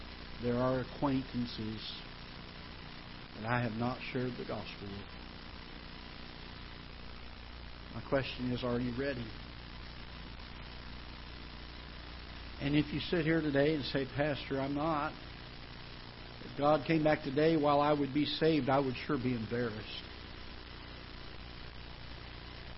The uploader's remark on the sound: Ketha Heights Baptist Church ~ Live Broadcast